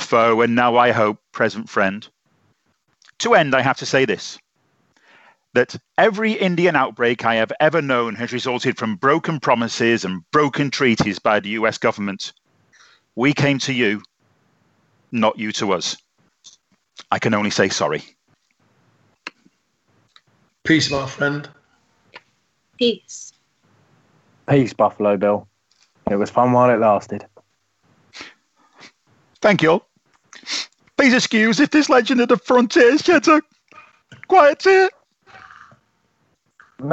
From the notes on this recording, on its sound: Are self-isolating in their tepees, down on the Irwell. Over Skype. In the background, screaming through the night there are constant ambulance sirens, it disturbs, but the Sioux speak, they laugh, and they cry.